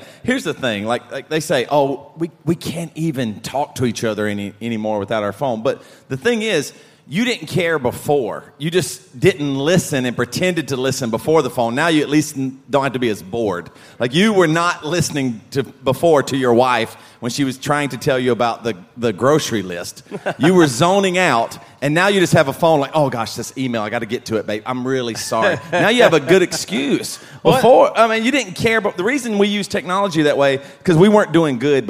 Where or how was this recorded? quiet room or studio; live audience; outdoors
live audience